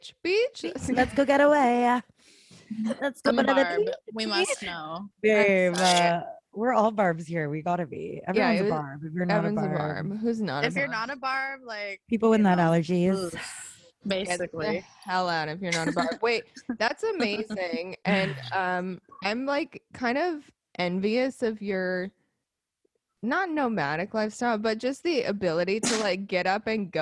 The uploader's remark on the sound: sit down over zoom